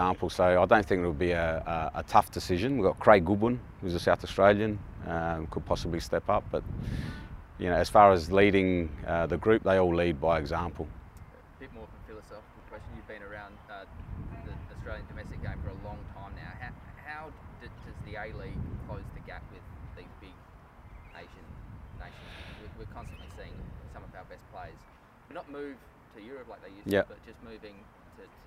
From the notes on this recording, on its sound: Pre-Match Press Conference. FFA Cup Quarter Final.